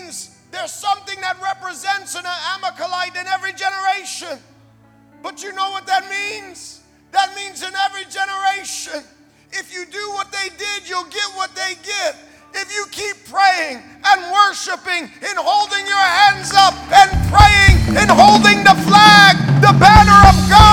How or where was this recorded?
large echoing room